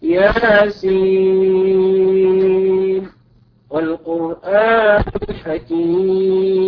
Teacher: على رواية ابن حفص فلا إدغام فيها، بل يجب الإظهار هكذا: ياسين والقرآن الحكيم.